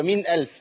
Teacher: اعرف ان مفيش عندي هنا ايه حكم غير الاظهار، سامعني؟ لازم اظهر النون، ما اعملهاش غنه. · Term: إظهار